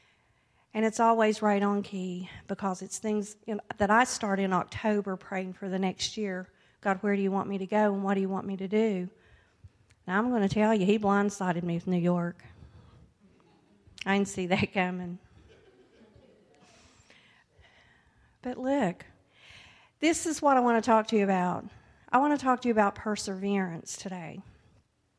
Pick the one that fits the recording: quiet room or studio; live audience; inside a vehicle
live audience